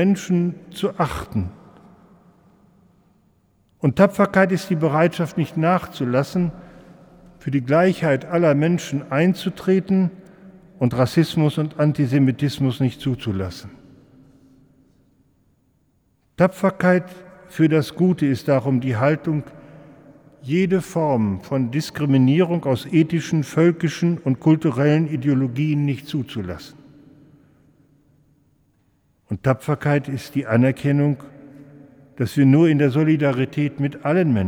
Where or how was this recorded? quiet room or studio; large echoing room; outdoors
large echoing room